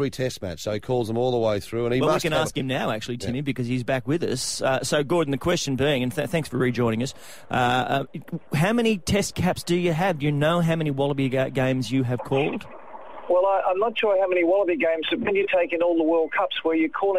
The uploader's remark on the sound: Is on the phone.